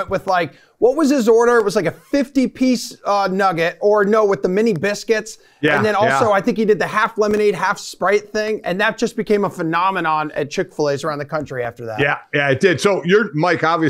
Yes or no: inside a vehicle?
no